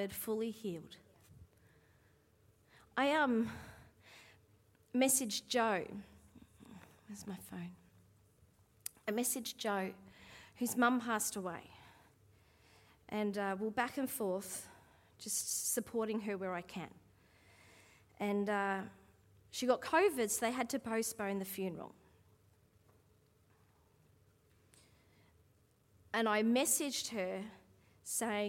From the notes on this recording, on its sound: Live at Echo Church Melbourne